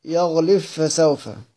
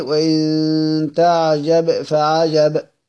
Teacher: ندخل الباء في الفاء إدخالا تاما مع الفاء مشددة · Shown in: first take · Term: إدغام الباء في حرف الفاء